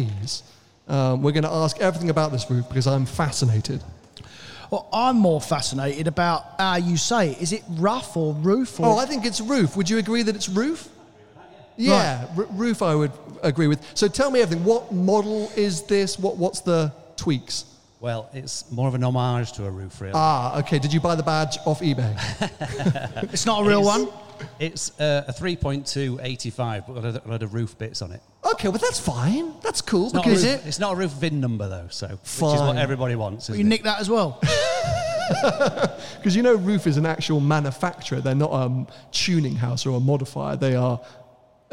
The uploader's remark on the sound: Audience Q&A